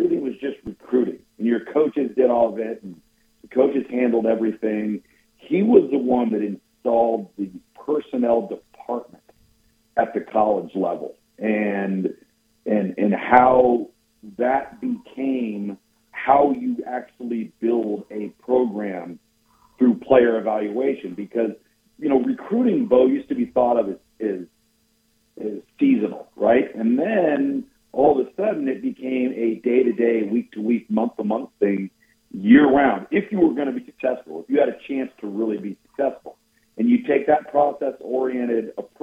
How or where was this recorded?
phone line